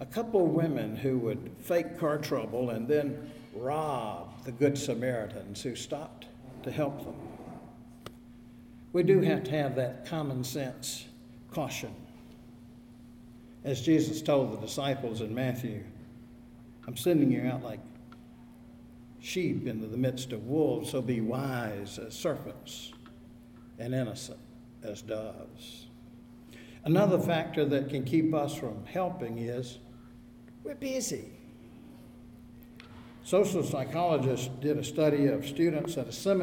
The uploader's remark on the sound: Audio from the service was not available; this recording is from the Wednesday noon service of First Presbyterian Church, Raleigh.